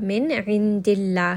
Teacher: It is going to be light because the letter before has kasra.